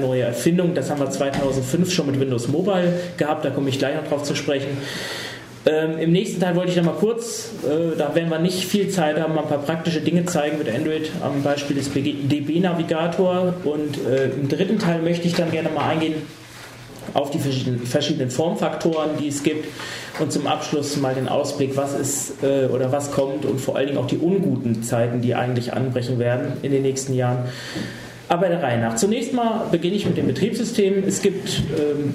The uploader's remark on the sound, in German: Vortrag über mobile Betriebssysteme in Petersberg. Aufzeichnung des Vortrags über mobile Betriebssysteme auf der Bundesfachgruppe IT Tagung in Petersberg bei Fulda.